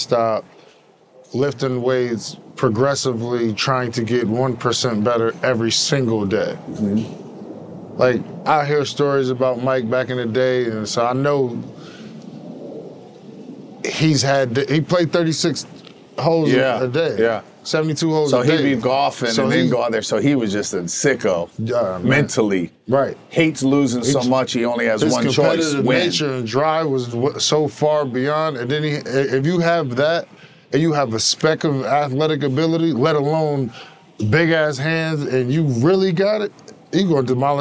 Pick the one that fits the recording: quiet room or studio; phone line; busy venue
busy venue